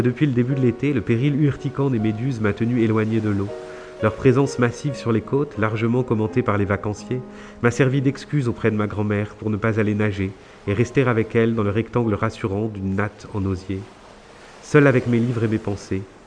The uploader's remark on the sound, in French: en musique, en mots, sur une plage de Rosny-sous-Bois, à l'occasion du festival Hors limites 2021